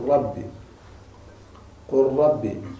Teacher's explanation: قل ربي مثال على الإدغام في المتقاربين، لأن الراء مخرجه قريب من مخرج اللام